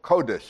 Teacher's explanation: I think the emphasis is on the first syllable